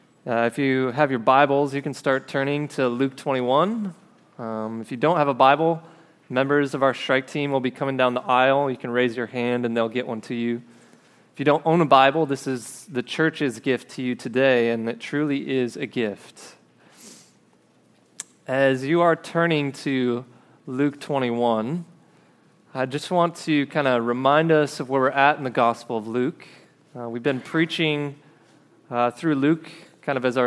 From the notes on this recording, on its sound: This episode is a recording of a sermon preached at River City Church in Fargo, ND.